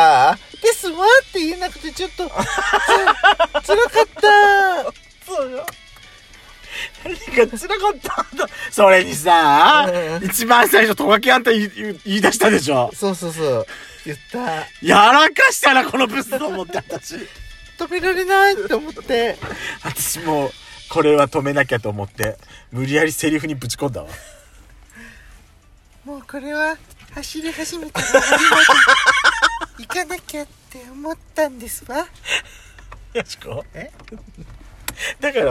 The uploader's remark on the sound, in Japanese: パーキング収録